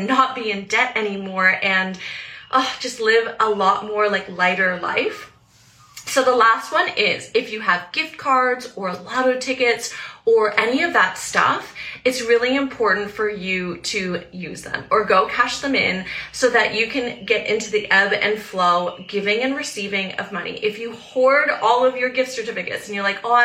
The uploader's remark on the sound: This episode is an instagram live